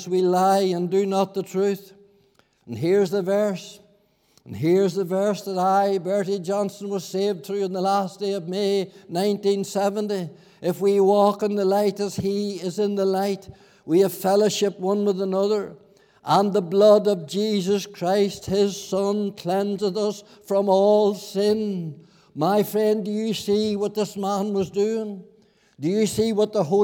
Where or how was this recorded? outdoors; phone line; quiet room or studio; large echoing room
large echoing room